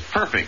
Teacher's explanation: Accent on the first syllable always, whether an adjective or a transitive verb